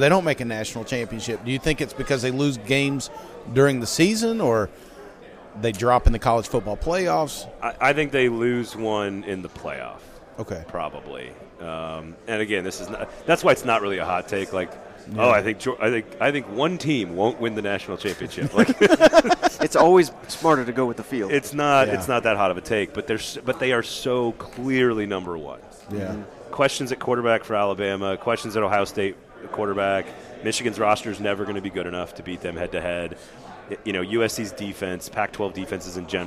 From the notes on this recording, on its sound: joined us live during 2023 SEC Media Days from Nashville Tennessee